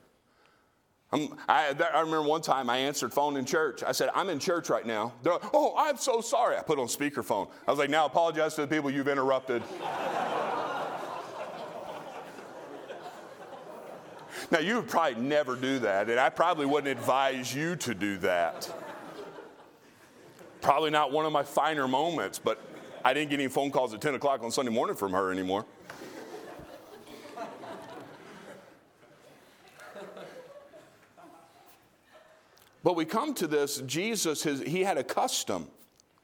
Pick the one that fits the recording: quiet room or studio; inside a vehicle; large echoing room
large echoing room